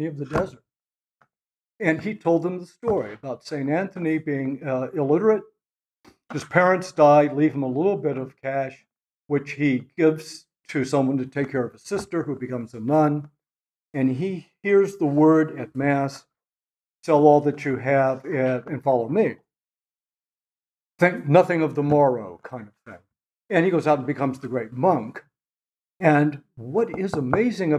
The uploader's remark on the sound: At the Dominican House of Studies in Washington, D.C., as part of the 2023 Civitas Dei Summer Fellowship. This lecture was given on June 14, 2023, at the Dominican House of Studies in Washington, D.